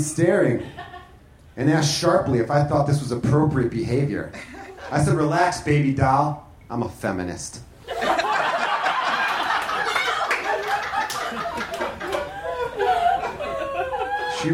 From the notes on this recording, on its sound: Recorded live at The Virgil in Los Angeles.